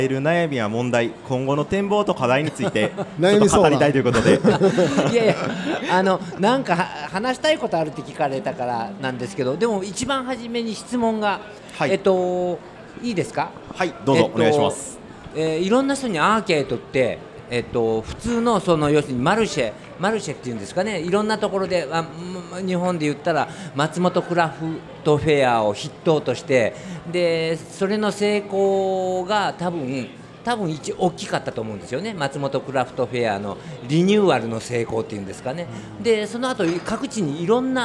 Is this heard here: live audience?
yes